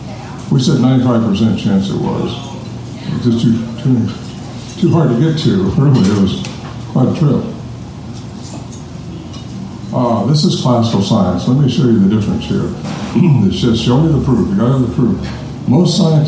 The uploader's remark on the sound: Speak to a packed house of eager Sasquatch enthusiast who enjoyed the comforts of The Axe & Fiddle Pub SBR para/con live pub talks.